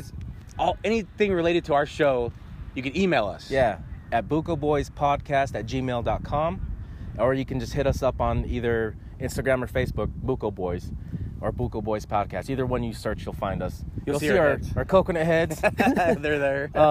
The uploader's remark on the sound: We are recording on the beaches of San Diego while visiting family